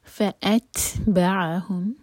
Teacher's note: تا پر ہمس، فأت اور حمزہ پر cut off sound